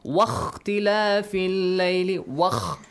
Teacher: You join. You skip that alif hamzatul wasl.